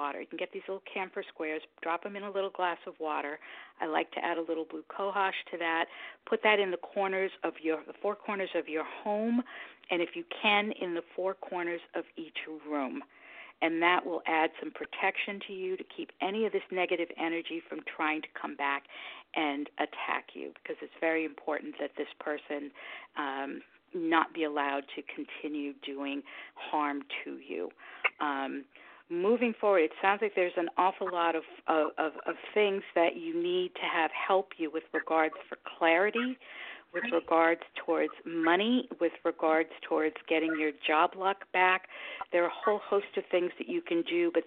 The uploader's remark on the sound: a real, live call-in show